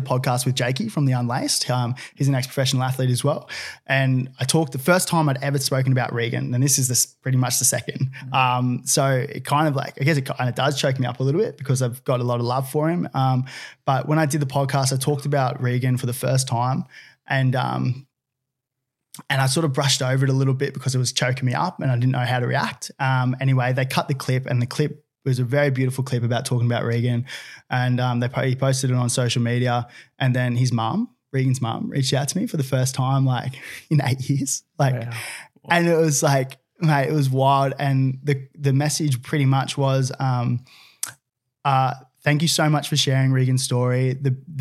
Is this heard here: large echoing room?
no